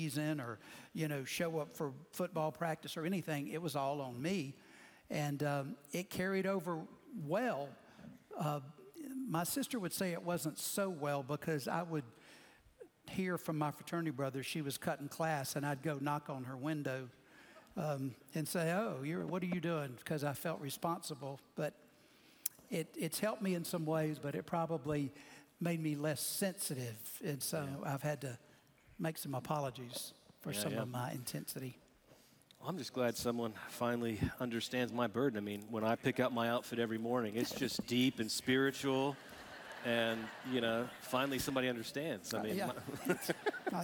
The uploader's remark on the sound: Recorded Live at Brookwood Church.